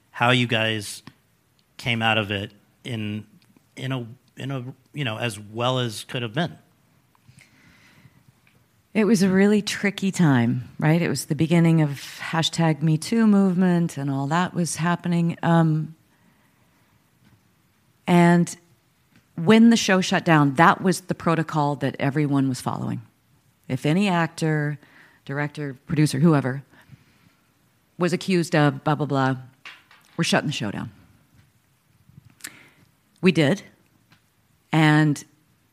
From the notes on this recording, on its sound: In front of an audience at the Karlovy Vary International Film Festival